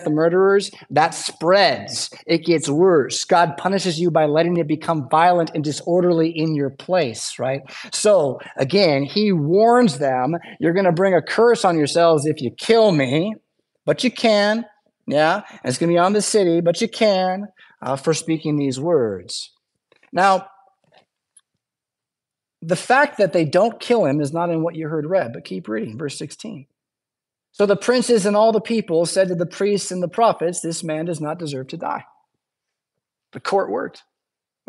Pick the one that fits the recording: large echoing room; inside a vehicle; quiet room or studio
large echoing room